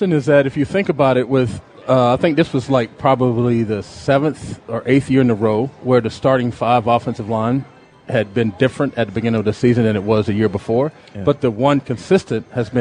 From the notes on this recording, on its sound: Live at Snoqualmie Casino.